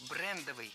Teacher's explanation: Брендовый – это неверно. В этом слове ставим ударение на первый слог «брендовый». Бренд – брендовый.